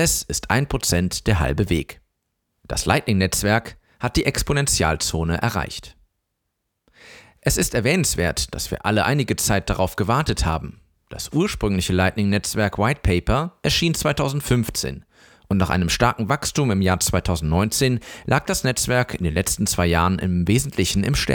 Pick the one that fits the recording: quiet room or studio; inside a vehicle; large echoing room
quiet room or studio